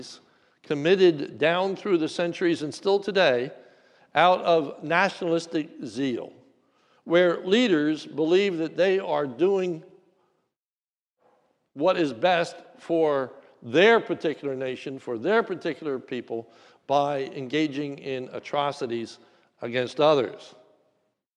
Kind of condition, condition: setting, large echoing room